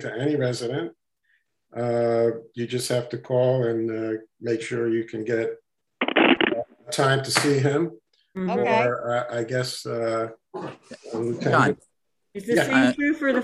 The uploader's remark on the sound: meeting (via Zoom)